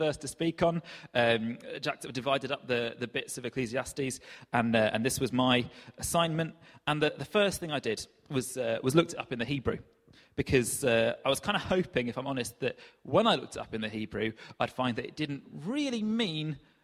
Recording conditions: large echoing room